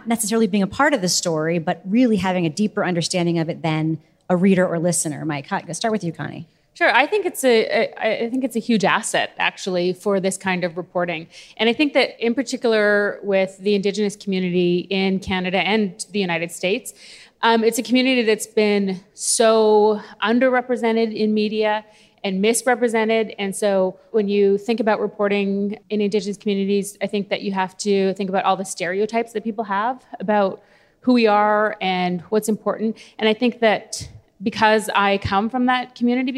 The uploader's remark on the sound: This bonus episode was recorded in front of a live audience at Podcast Movement.